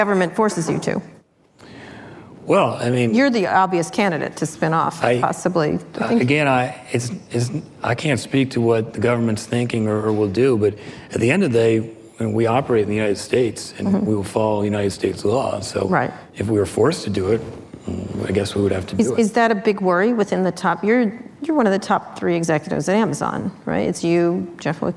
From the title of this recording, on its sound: Live at Code 2019